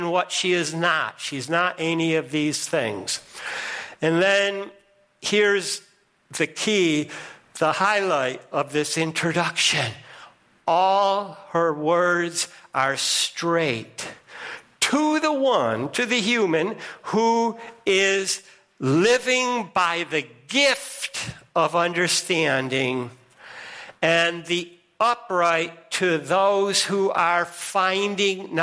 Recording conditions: large echoing room